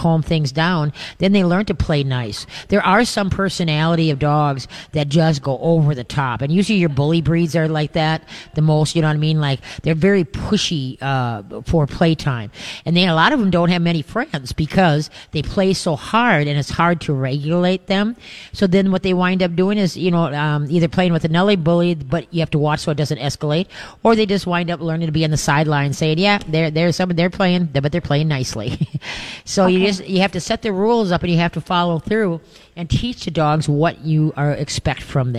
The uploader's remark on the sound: LIVE from Urban Tails for Pinky Swear!